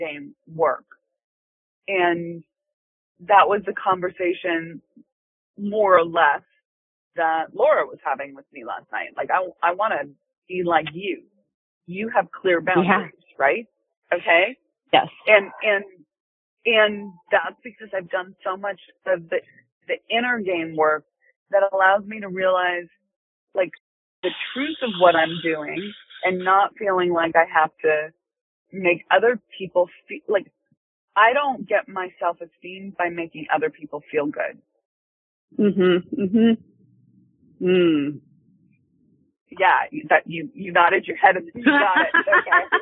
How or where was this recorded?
phone line